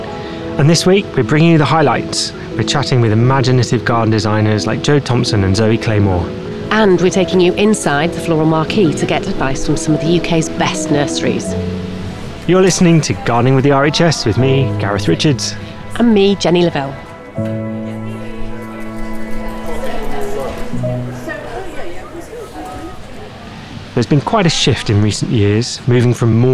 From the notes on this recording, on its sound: RHS Hampton Court Palace Garden Festival 2023. We’re taking you inside the Floral Marquee and Festival of Roses to get advice from the UK’s best nurseries.